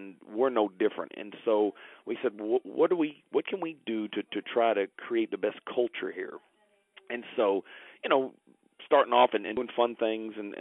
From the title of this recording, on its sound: Phone Interview